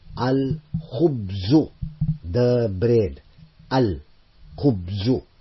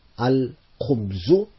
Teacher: Notice the lam is being pronounced.